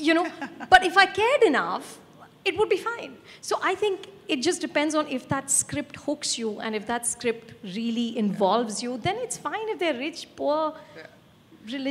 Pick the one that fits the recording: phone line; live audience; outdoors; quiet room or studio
live audience